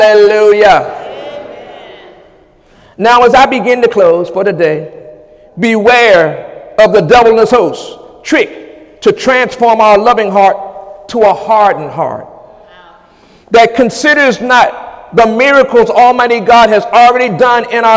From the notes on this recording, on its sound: During Sunday morning service